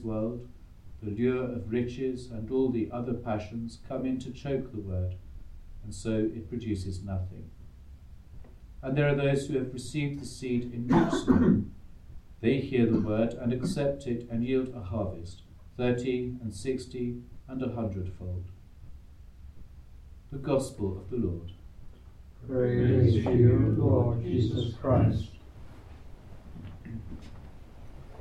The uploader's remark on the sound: Recorded live at Southgate House on 24 January 2024.